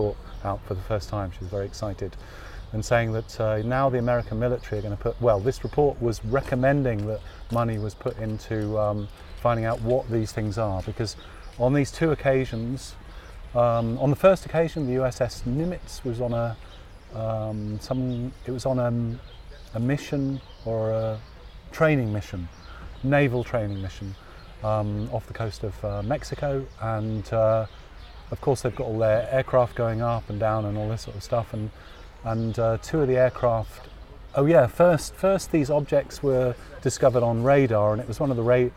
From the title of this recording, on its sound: Radio On Science – outside broadcast